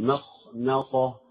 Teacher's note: الميم مرققة الخاء مفخمة، يجب أن تظهر التفخيم فيه، مخمصة.